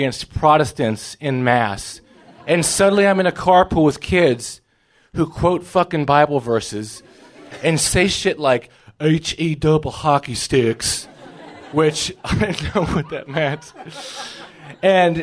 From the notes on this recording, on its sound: Grand Slam 2017 part 1 recording at Amurica in Memphis. TN!